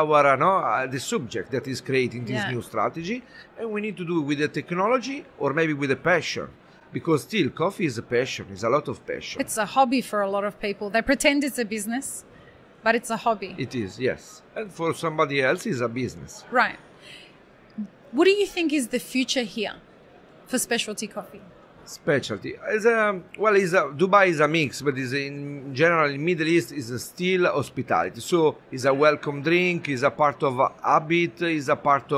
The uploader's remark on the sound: The Daily Coffee Pro Podcast live series from World of Coffee Dubai. Who joined us live as the official podcast partners for World of Coffee Dubai, and recorded podcast episodes from the show floor.